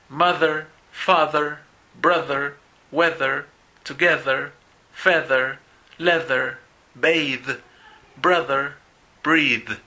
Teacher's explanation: con voz se pronuncia así, que es con vibración o el uso de la voz